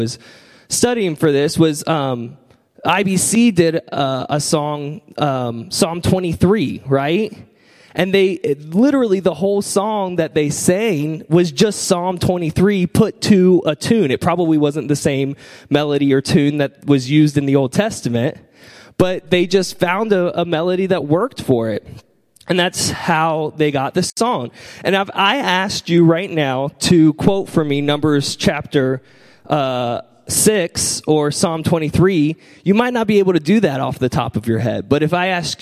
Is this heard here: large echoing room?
yes